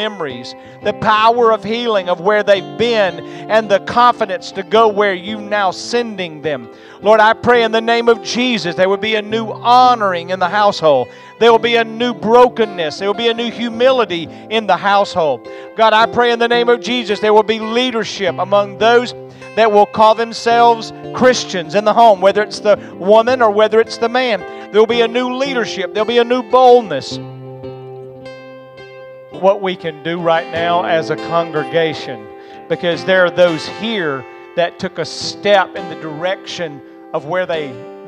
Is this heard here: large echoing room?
yes